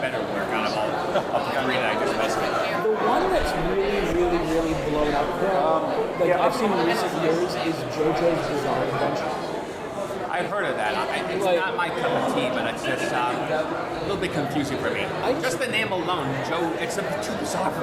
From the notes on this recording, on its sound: we are LIVE at Terrificon 2021